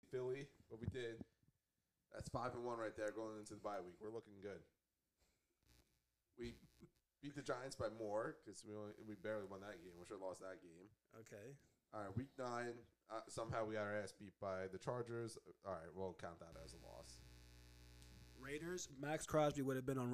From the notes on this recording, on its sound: (SOUND DISCLAIMER, MUST RAISE YOUR VOLUME UP). (We are getting back in the swing of things, so we do apologize!).